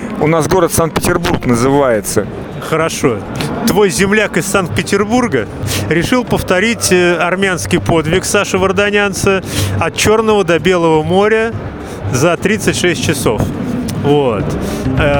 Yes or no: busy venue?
yes